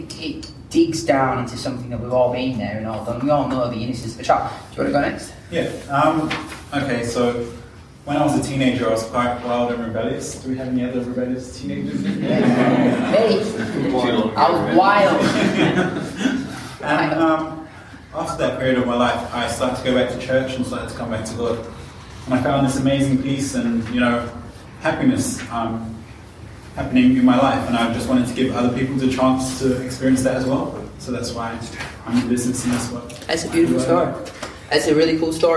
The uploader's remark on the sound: This is a live recording of a workshop. Workshop attendees use it to share their own stories.